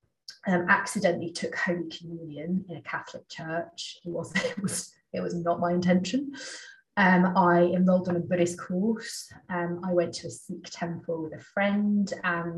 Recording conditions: video call